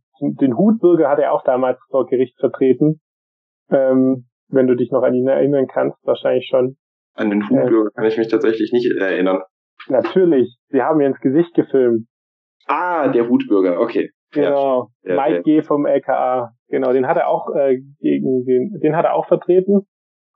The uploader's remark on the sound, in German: dazu gibt es auch noch Probleme bei der Aufnahme!